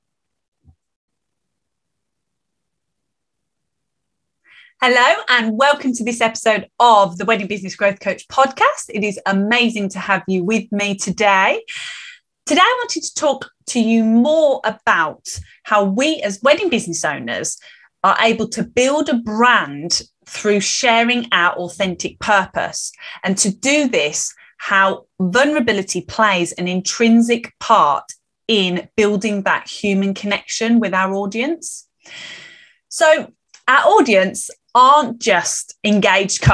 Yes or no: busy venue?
no